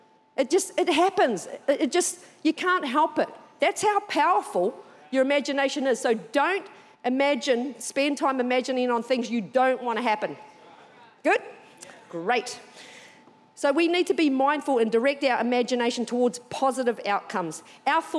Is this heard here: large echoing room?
yes